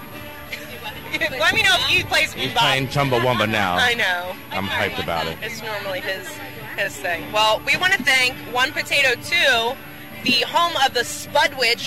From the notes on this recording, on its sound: pack up the WOND van for a field trip to the 3rd Annual Atlantic City Food Truck Festival